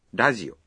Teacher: Le R de radio est prononcé comme un L.